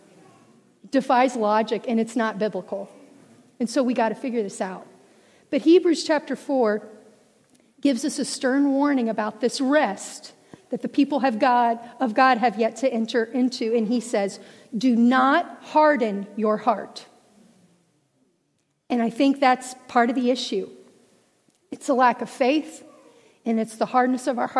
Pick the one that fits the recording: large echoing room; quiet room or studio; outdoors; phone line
large echoing room